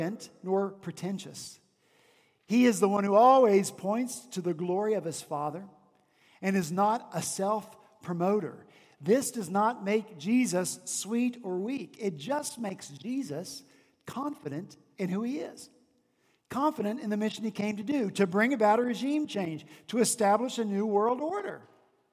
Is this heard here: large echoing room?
yes